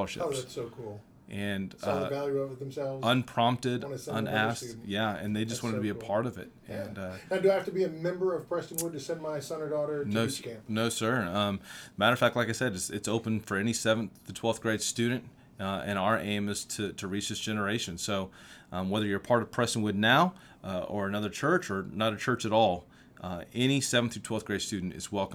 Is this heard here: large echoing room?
no